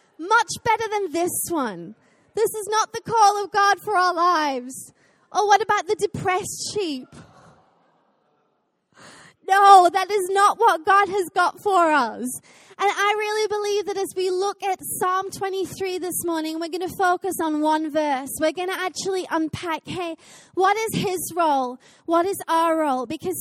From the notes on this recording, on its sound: Recorded live at Life Church.